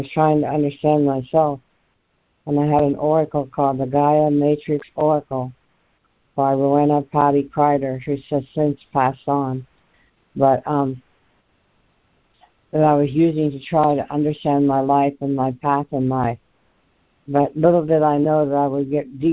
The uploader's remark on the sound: ACIM Daily Conference Call